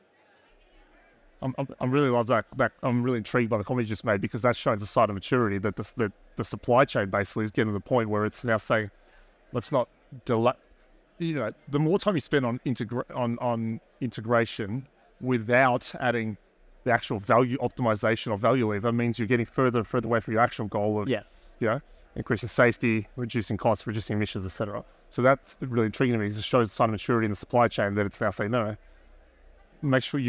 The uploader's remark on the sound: Recorded live at ADIPEC 2023.